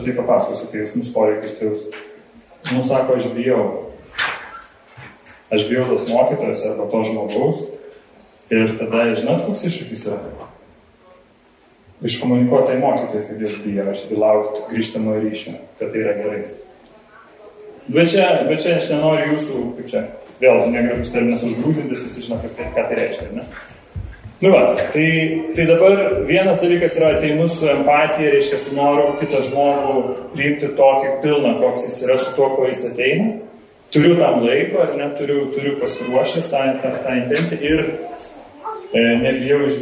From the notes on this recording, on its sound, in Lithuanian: Įrašas iš Šeimų festivalio.